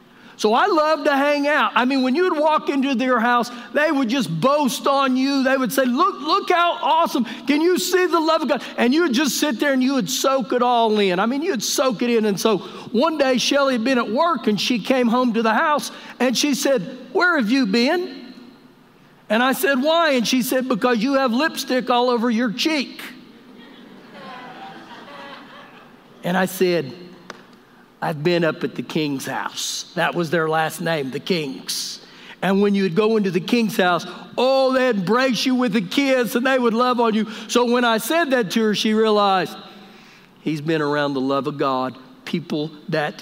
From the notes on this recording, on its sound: Recorded live during our Sunday morning service